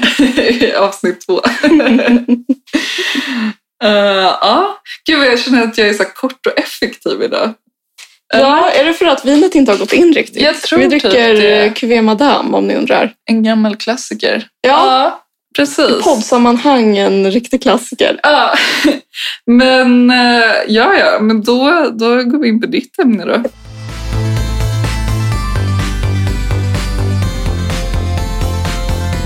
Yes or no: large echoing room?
no